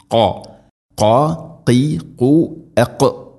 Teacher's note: ഖാഫ് തൊണ്ടയുടെ മുകൾ ഭാഗവും കഴിഞ്ഞ് അപ്പുറത്ത്